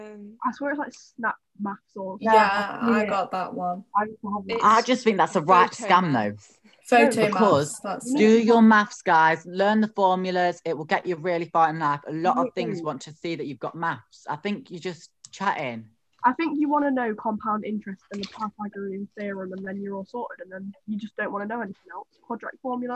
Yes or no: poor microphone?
yes